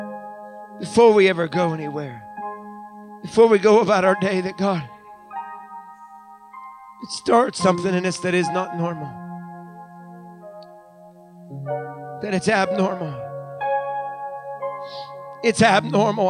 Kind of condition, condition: setting, live audience